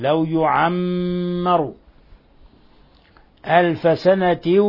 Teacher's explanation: فنكز على الميم ونعطيها غنة مقدارها حركتين · Term: ميم مشددة